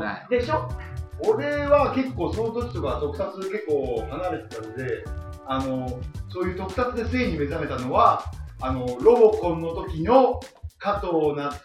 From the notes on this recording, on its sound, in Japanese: 初回につき音声のバラつきは大目に見てくださいませ。